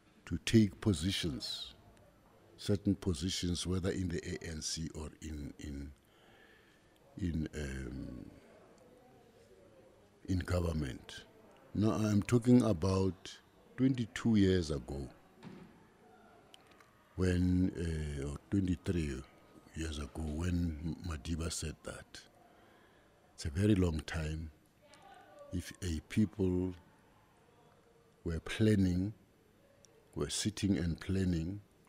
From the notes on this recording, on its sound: we are coming to you live from Freedom Park in Tshwane for the commemoration of this important day.